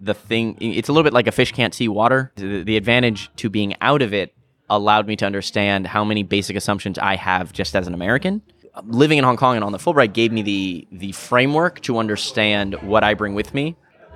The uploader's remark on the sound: Recorded at SXSW the day of his film’s premiere